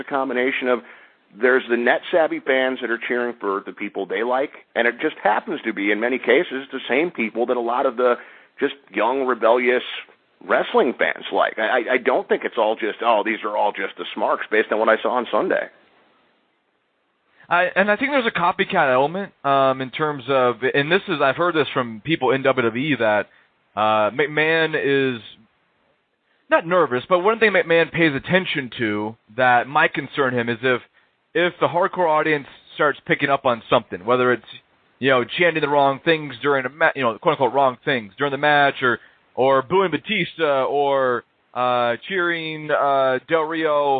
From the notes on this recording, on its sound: They discuss with live callers yesterday’s WWE Network launch.